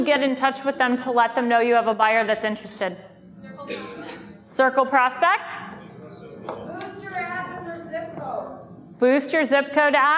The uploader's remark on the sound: from the Lab Coat Agent Live event in San Diego